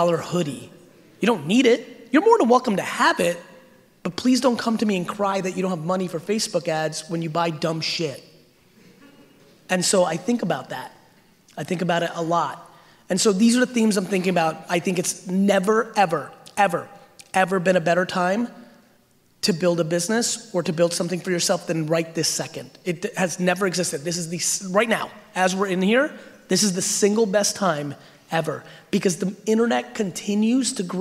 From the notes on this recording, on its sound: A Throwback to Slime Bash 2019. We quickly dive into Q&A where I answer some of the crowd's questions.